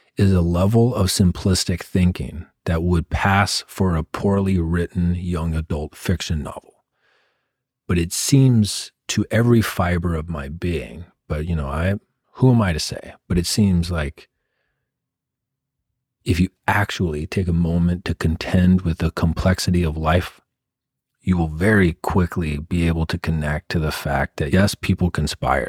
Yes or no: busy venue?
no